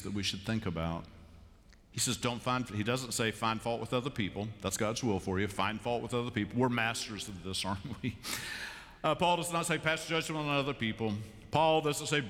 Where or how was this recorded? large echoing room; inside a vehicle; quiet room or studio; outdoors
large echoing room